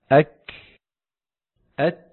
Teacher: الشدة والهمس في الكاف والتاء صفتان على الترتيب، فهذان الحرفان شديدان في اولهما مهموسان في اخرهما